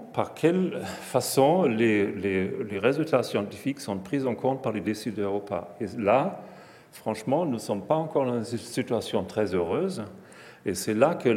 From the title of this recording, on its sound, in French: Conférence fête de la science 2022